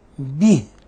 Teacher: لابد من إخلاص كسرة الباء وكسرة الهاء، به. وهنا يعني يقع كثير من أيضا متعلمين أنهم لا يخلصون كسرة الباء والهاء.